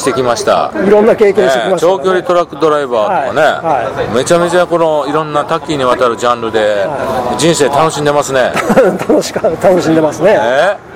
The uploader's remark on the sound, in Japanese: 岡山駅前のイオンのスタバにて